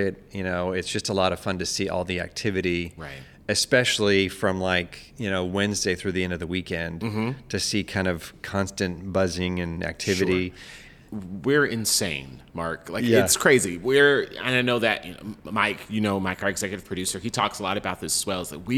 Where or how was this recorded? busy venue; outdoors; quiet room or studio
busy venue